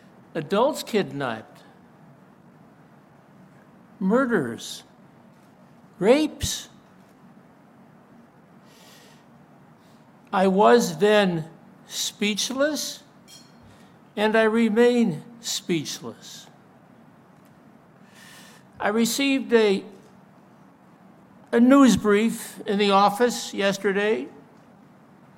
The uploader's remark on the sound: delivered a moving speech at the CCU for Israel event